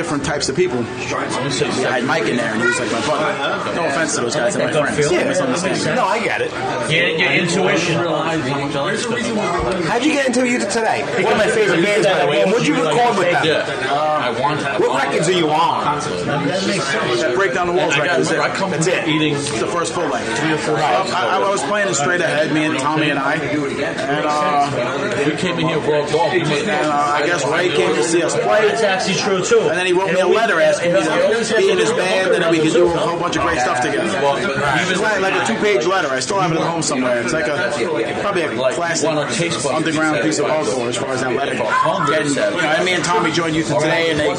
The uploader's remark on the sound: Live from Carlo's Pizzeria in Queens